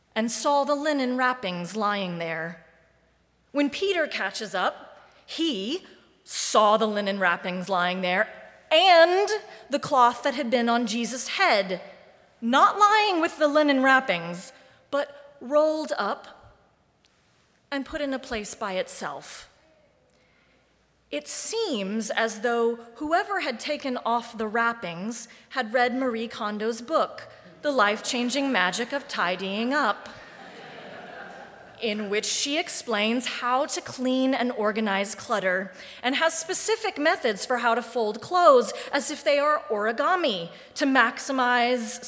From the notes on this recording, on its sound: Live Streamed from the sanctuary of Mayflower Congregational UCC Church in Oklahaoma City.